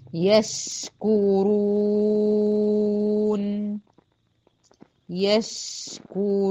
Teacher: ابين ان الشين اطول زمنا من النون